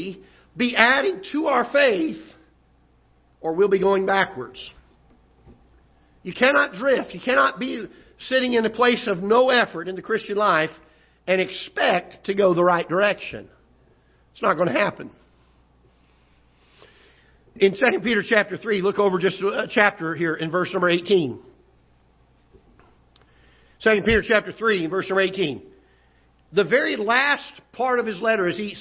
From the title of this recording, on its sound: Ketha Heights Baptist Church ~ Live Broadcast